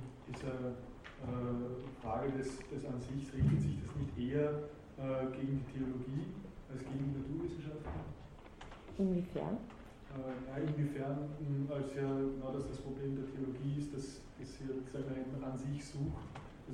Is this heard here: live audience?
yes